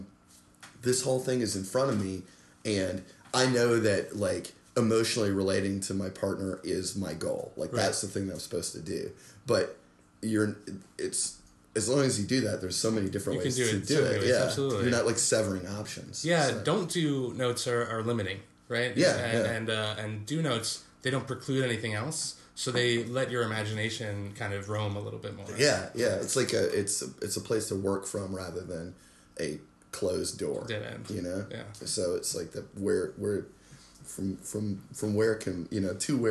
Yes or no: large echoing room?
no